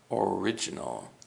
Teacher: The emphasis for the word original is on the R-I, ri, original.